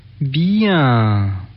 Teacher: Un accent mis sur bien, un étirement